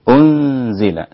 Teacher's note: انتبه هنا إلى الإخفاء، أنزل لابد أن تأتي بإخفاء النون الساكنة لا بإظهارها، لأن بعض الناس يقرأ هكذا أنزل أنزل ويشدد على النون ويظهرها، هذا خطأ.